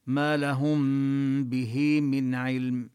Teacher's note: ومخرج الميم هو مخرج الباء يعني من الشفتين، لذلك نبقي إطباق الشفتين. ما لهم به من علم، وهنا به الهاء وقعت بين متحركين الباء المكسورة والميم المكسورة، فنصلها بياء لأن الهاء مكسورة.